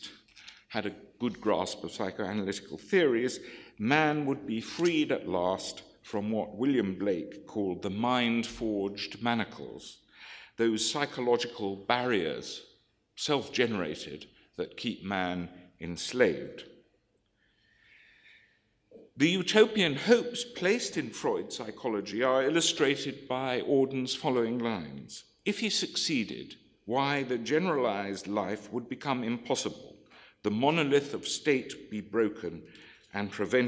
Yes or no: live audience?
yes